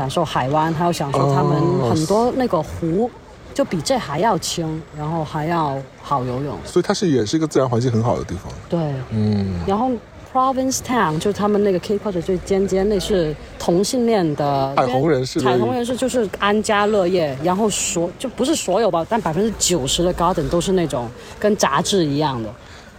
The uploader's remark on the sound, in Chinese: 本期纯户外录音，敬请享受水声鸟鸣和小狗戏水的背景音。